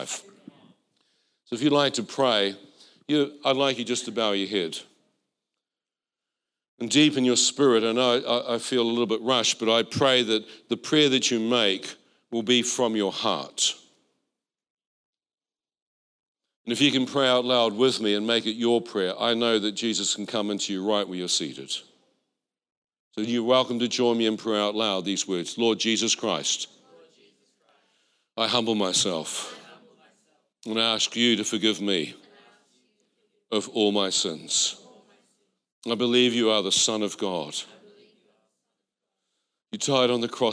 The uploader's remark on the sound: This was recorded in our Melbourne East service